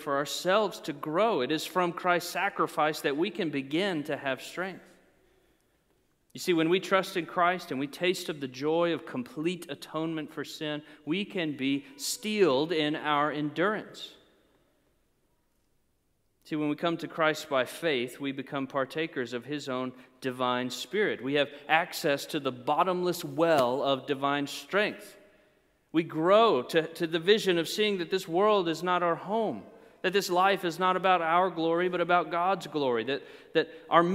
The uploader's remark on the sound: preached during a Good Friday Service